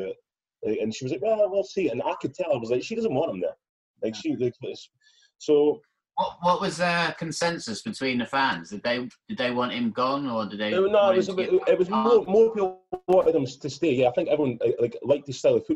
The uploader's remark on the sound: on their zoom pod